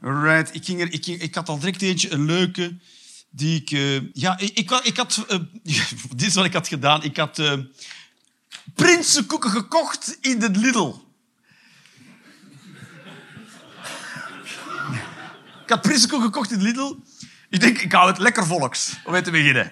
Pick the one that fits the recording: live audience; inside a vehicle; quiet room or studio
live audience